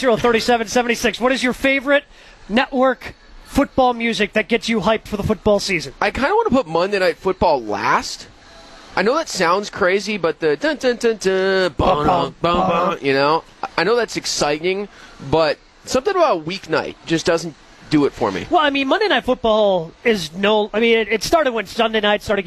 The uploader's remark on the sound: Live From Summerfest.